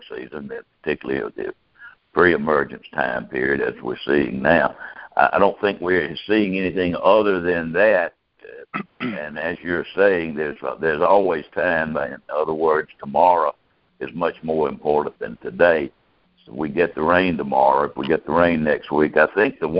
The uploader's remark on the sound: June 2018 Monthly Conference Call